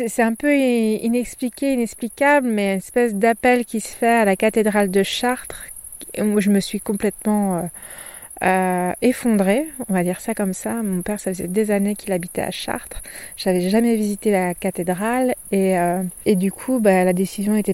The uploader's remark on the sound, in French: Au moment de cet enregistrement, il fait nuit noire au pied du château d'Estaing. Pour brancher mon micro.